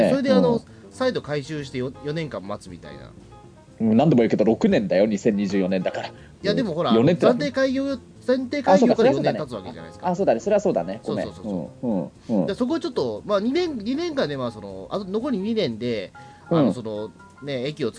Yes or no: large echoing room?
no